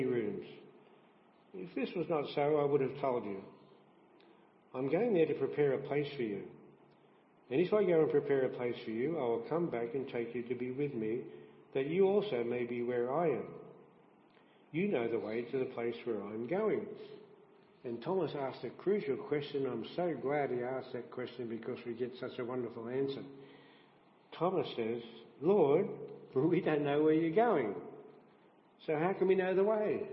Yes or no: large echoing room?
yes